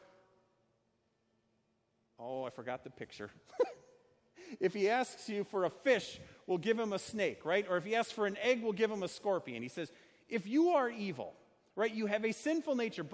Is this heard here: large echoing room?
yes